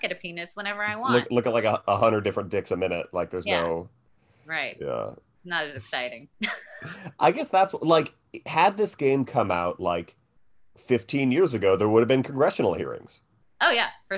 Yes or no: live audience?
no